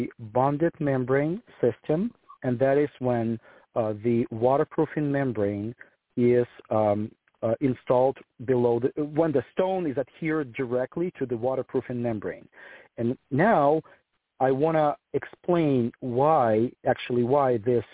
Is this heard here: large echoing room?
no